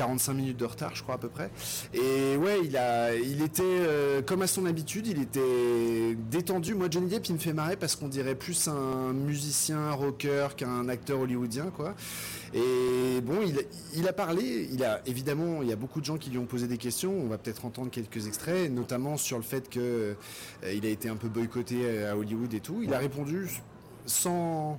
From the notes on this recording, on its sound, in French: En direct de la Croisette.